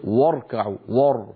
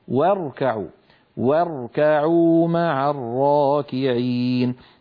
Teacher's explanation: واركعوا عندما يتجاور حرف مرقق مع حرف مفخم، غالبا المفخم يطغى على المرقق إن تركنا الفم على هواه، فبدلا من أن نقول واركعوا الواو مرققة والراء مفخمة · Shown in: second take · فإن الفم أسهل عليه فينطقهما كلاهما مفخمين، هكذا يقول واركعوا ور، والعرب لا تفخم الواو، لابد أن نقول واركعوا واركعوا مع الراكعين.